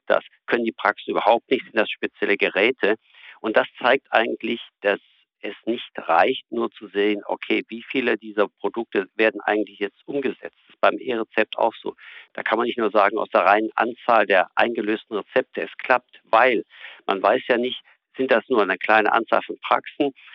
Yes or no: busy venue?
no